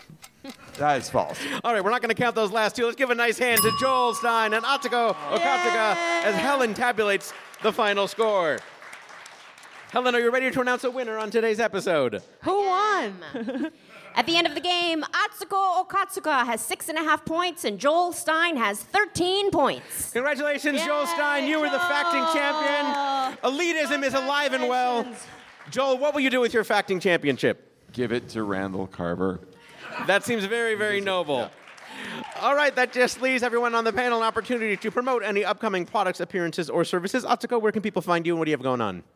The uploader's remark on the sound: The show was recorded at the The Angel City Brewery in Los Angeles. The show was recorded at the The Angel City Brewery in Los Angeles.